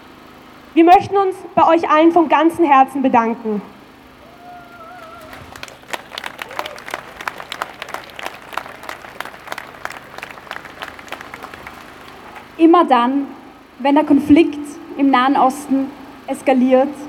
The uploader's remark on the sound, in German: Kundgebung in Wien am 15. Mai 2021. Auf der Demonstration kam es zu massiven antisemitischen Sprechchören.